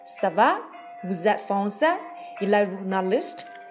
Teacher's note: 保持肯定陈述句、语序的疑问句，语调逐渐上升。